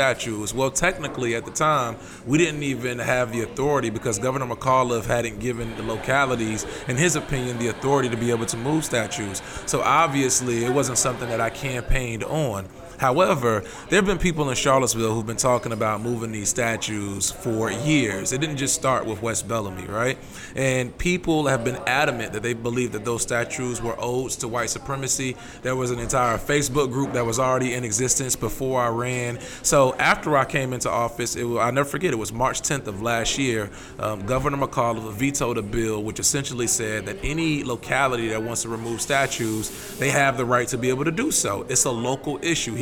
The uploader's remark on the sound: This podcast was recorded live at Brewer's Cafe on the southside of Richmond. Brewer's Cafe is a happening shop and we recorded in the middle of the action. We were not in a studio, so you will hear background noise and the hustle of the day.